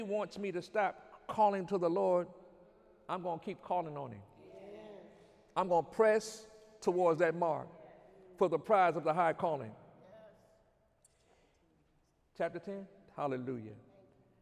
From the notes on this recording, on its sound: During Sunday morning service.